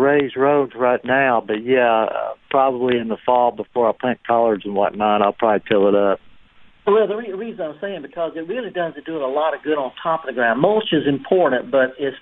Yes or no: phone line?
yes